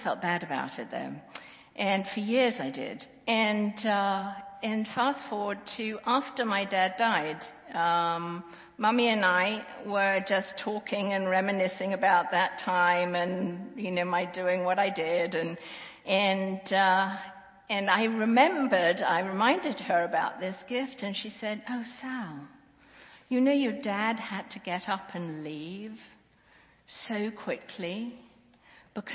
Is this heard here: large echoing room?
yes